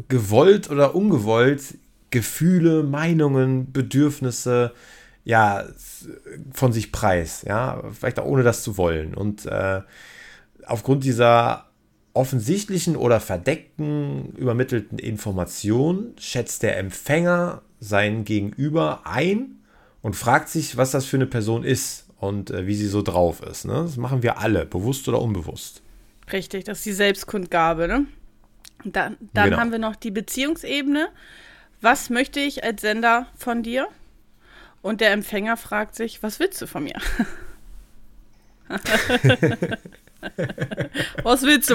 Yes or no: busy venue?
no